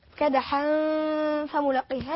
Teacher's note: بطن الشفة السفلى لابد اولا في الفاء ان يلامس الاسنان العليا